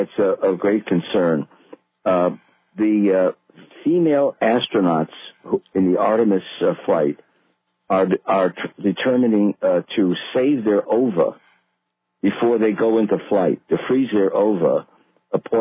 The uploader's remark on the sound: This was an excellent discussion with good emails and listener phone calls.